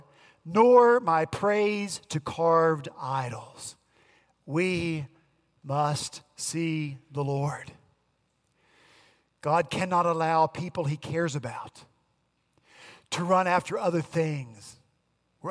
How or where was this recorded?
large echoing room